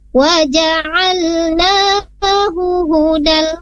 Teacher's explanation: hudahunya pertama dan kedua tidak ada yang mat, maka tidak boleh dipanjangkan. Wajah bacanya waja'alnahu hudan.